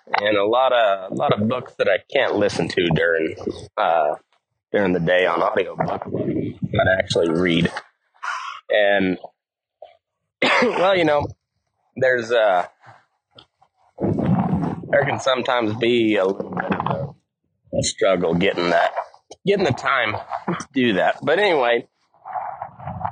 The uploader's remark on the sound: Pardon the audio quality, its been a while since I've recorded on horseback!